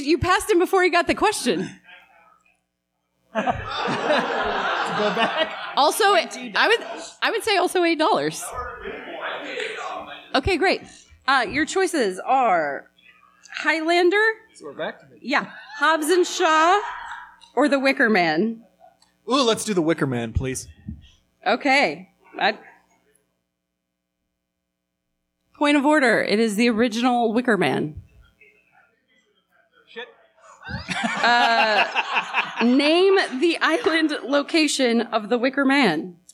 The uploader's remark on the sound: Live from The Indy Fringe Theater in Indianapolis,